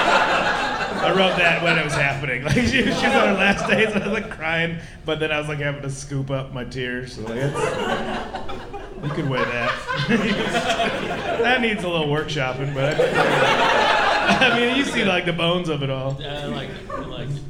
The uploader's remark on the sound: Live from Milwaukee. At The Milwaukee Comedy Festival.